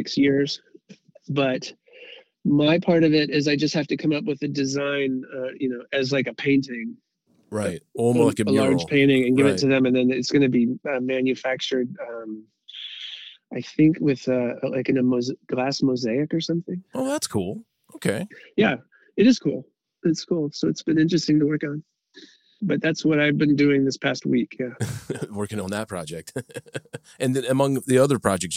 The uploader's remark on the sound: Over the phone.